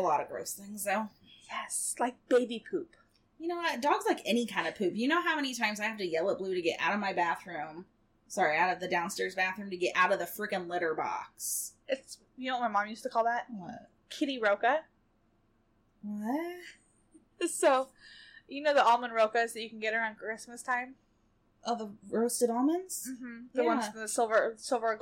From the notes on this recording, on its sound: The sound is a little off